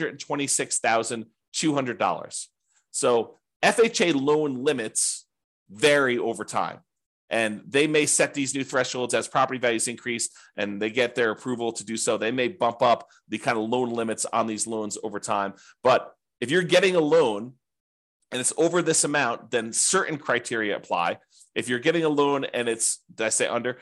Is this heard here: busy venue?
no